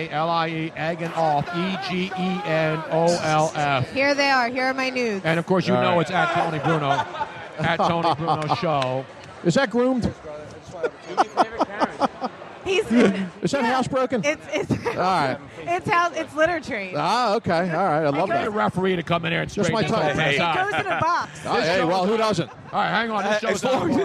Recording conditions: busy venue